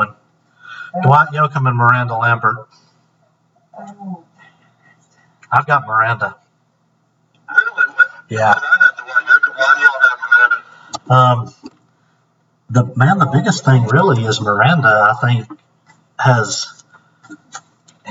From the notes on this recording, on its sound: the sound quality is worse